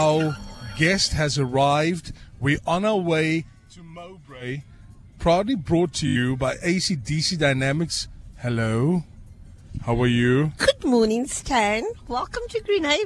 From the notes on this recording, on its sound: Gets A Lift To Work To St George's Grammar School. Gets picked up at her house in Greenhaven and gets a lift to work.